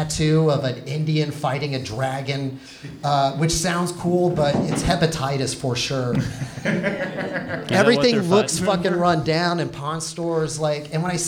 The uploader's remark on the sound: In front of a live audience at the Fallout Theater in Austin, Texas. As part of the Moontower Comedy festival.